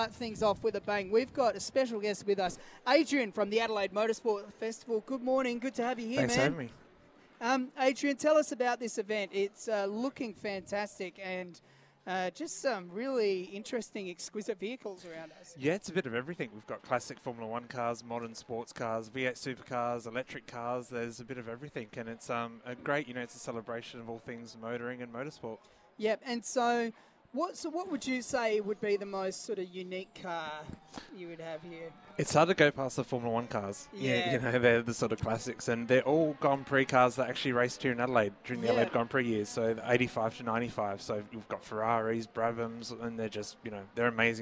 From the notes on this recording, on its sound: broadcast live from the Adelaide Motorsport Festival